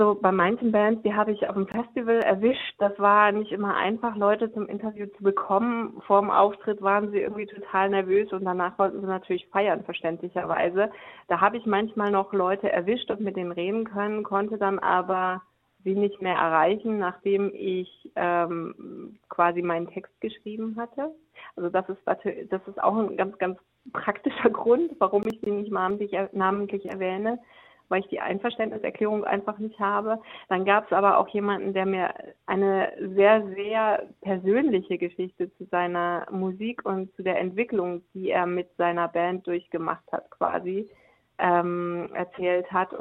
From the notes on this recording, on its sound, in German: Stand uns im Telefoninterview Rede und Antwort.